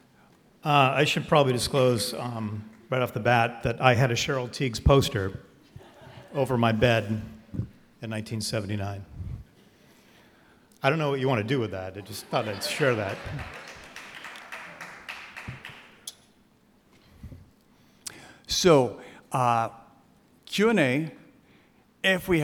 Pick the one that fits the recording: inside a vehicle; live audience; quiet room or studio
live audience